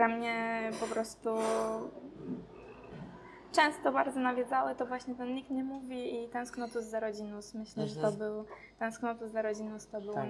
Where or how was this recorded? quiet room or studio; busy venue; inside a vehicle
busy venue